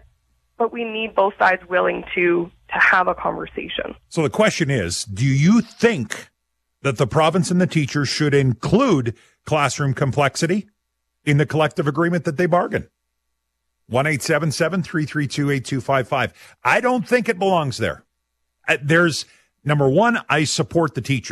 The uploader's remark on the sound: opens up the phone lines to take your calls